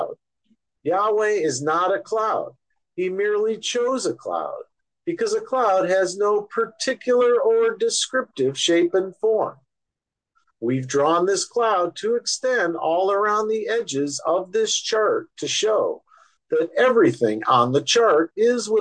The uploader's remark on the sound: Oceanside Zoom Class